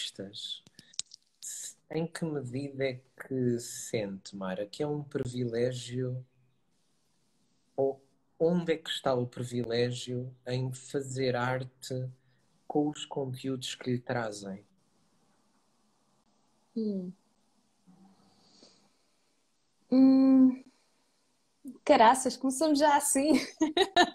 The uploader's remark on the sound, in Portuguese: Conversa Live IG